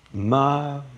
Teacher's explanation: Say it in four equally stressed syllables.